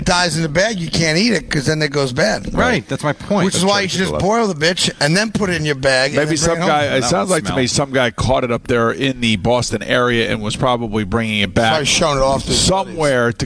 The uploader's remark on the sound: The guys were live from Trump National Golf Club in Briarcliff Manor.